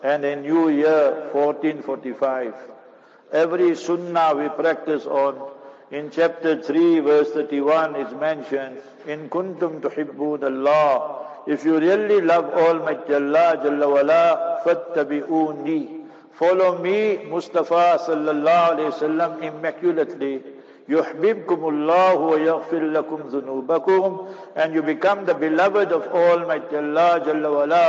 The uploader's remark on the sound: Jumah Lecture at Masjid Abdullah Bin Salaam (21 Fairway Kelvin).